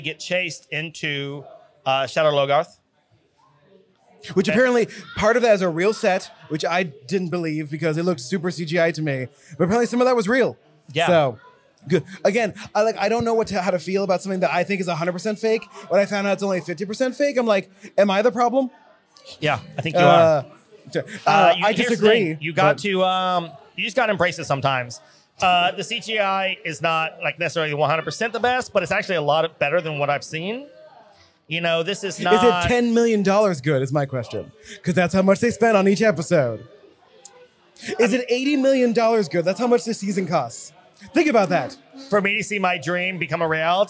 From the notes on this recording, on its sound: A Wheel of Time podcast that is filmed and recorded in a tavern!